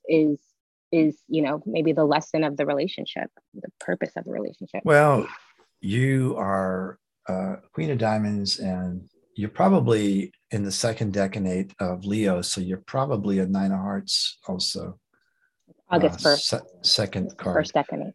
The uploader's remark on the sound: The shows are now all hosted on Zoom.